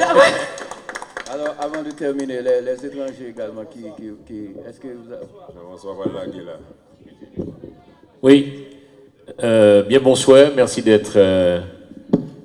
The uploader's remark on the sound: PRESS CONFERENCE IN FLORIDA